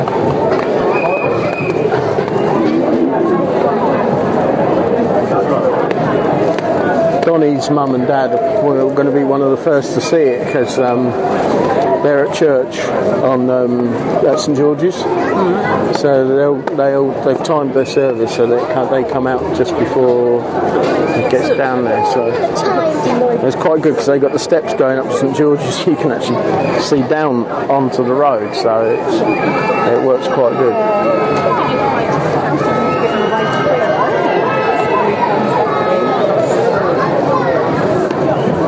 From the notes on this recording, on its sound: we brave the awful weather to see Olympic Torch make it's way through The Garden City, for the Cambridge to Luton leg of the London 2012 Olympic Torch Relay.